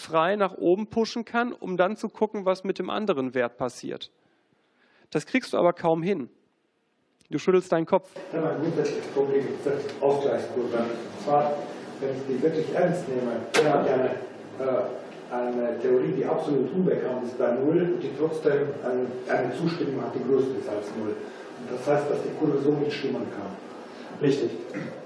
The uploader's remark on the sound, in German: Vortrag im Unperfekthaus in Essen